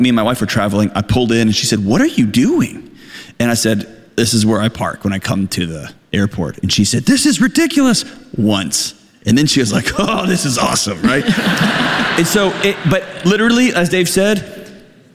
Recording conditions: live audience